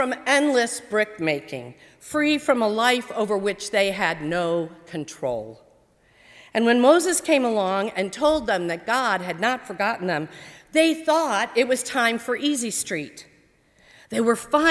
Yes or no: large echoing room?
yes